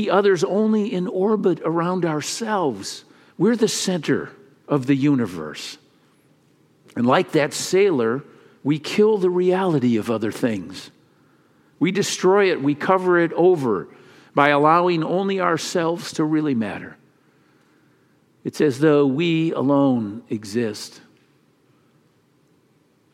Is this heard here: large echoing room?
yes